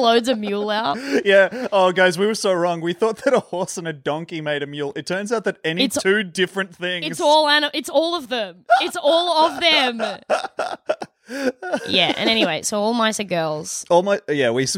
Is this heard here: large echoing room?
no